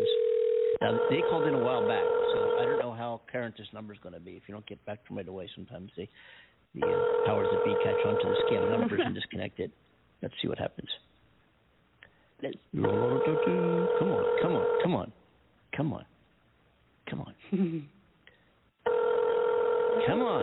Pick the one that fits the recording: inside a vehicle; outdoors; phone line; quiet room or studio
phone line